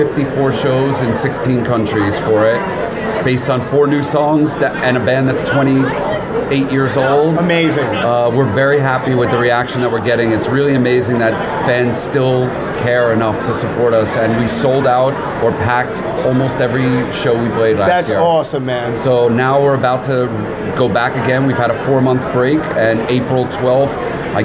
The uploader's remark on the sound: Live from Monster-Mania. At the Monster Mania Convention in Cherry Hill, New Jersey.